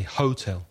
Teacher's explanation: some Spanish speakers put the stress on the first syllable